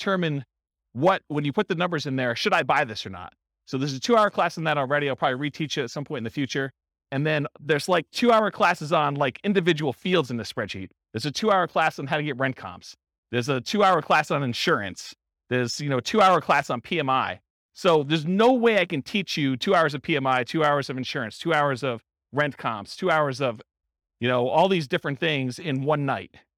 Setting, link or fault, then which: setting, live audience